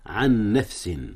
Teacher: إدغام متماثلين يا أستاذنا هنا، أدغم نون عن في نون نفس